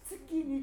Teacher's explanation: つって音が会話の時には無声音なんですよ、日本人、特に関東人は。月にっていう言葉はね、母音を入れないんです。だからどうしても月にっていう風に